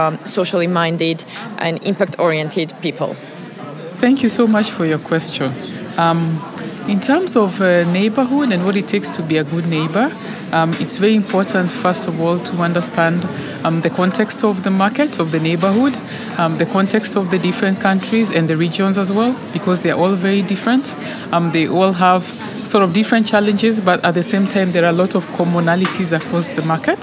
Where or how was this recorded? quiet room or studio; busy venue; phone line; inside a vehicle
busy venue